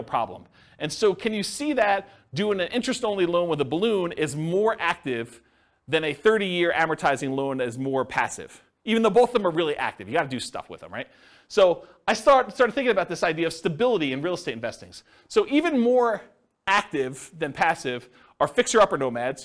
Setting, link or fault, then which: setting, live audience